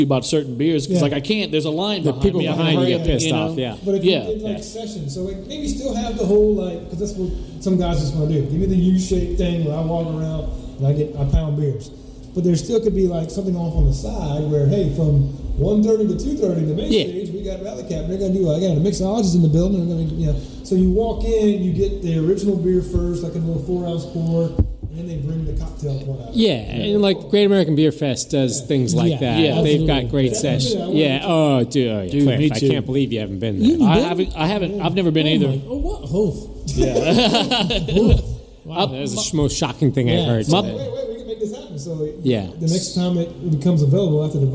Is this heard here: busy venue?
yes